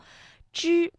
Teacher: 舌尖是上翘的，顶住硬腭前部